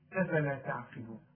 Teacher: التاء والعين ترقى انما القاف هي المفخمه